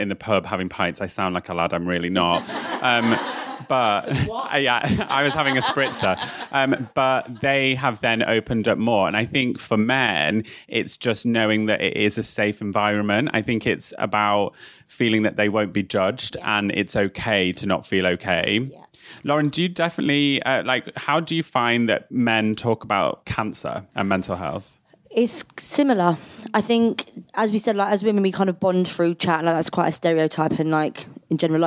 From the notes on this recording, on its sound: Recorded live in front of an audience of Wobble fans.